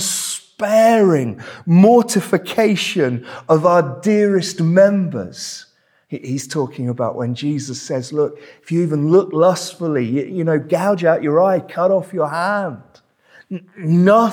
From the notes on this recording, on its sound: This sermon was preached at Welcome Baptist Church on Sunday 21st May 2023